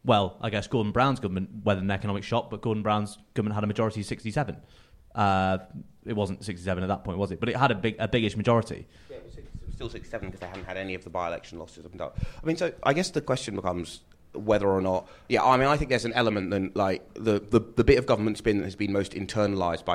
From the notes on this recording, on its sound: at a live event in London